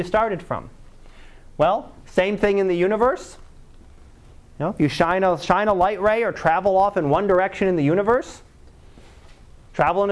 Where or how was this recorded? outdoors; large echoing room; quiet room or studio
large echoing room